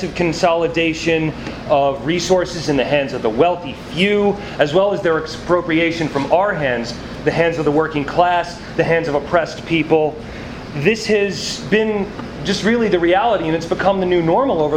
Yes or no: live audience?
yes